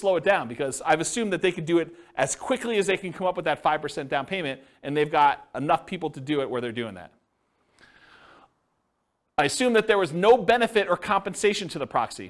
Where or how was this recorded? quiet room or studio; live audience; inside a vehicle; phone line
live audience